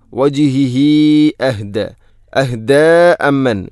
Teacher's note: ഹ ഉള്ളമീറിന് ശേഷം ഹംസ വന്നാൽ മദ് മുൻഫസിൽ പോലെ നീട്ടണം, നാലോ അഞ്ചോ ഹർക്കത്തിന് തുല്യമായിട്ട്